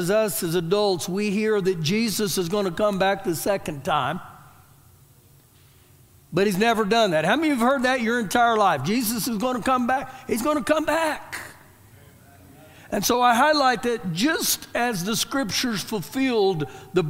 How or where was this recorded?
large echoing room